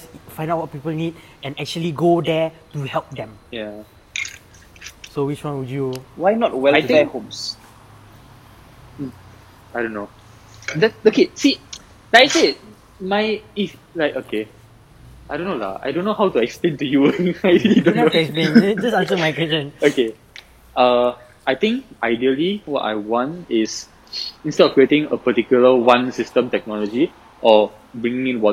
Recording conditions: outdoors